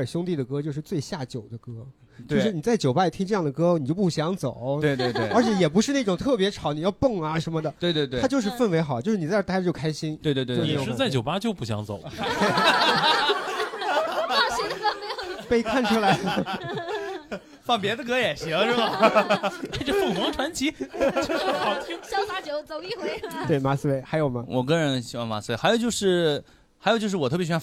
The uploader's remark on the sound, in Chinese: 现场观众们